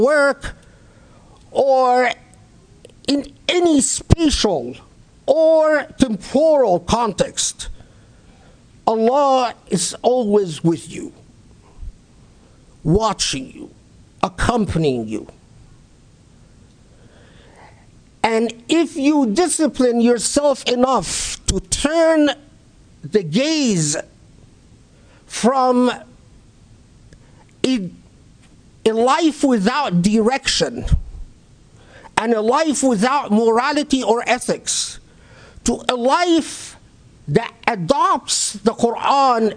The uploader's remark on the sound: Delivered at the Islamic Center of Southern California